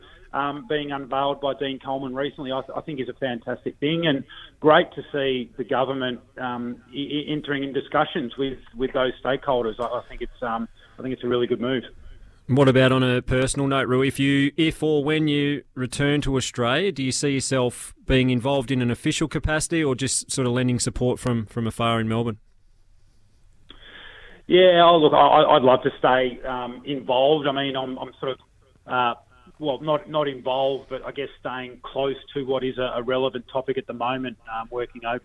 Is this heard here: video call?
no